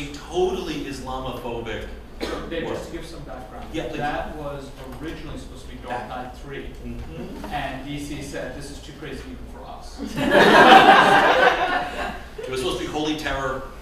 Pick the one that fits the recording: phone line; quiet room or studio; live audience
live audience